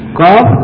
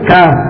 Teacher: Kof pangkal lisan, ka pangkal lisan. Ya. Kalau kaf, dia agak ke bawah sedikit saja.